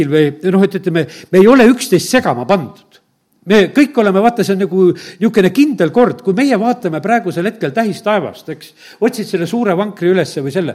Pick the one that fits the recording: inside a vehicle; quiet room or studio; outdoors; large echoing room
large echoing room